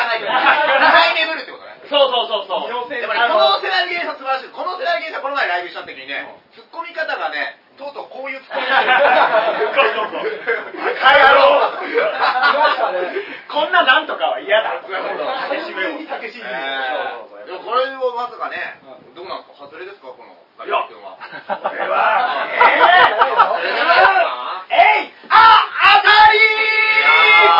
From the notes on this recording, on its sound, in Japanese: 公開収録ライブ